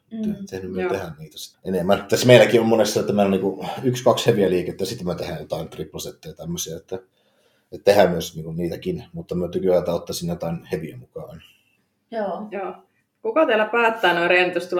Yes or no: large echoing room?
no